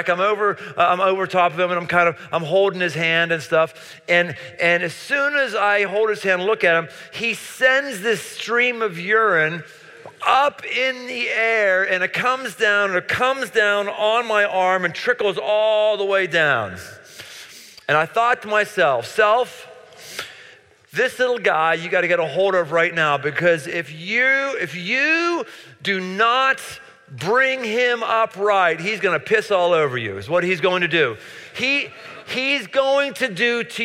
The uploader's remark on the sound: Live in Cincinnati. Near the campus of the University of Cincinnati.